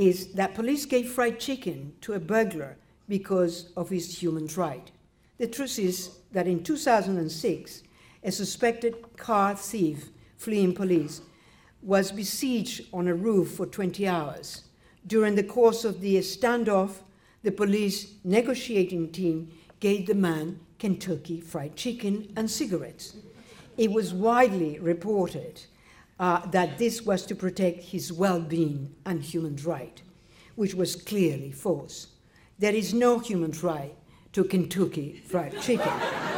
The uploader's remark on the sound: Birkbeck Annual Law Lecture 2015 (audio recording of lecture)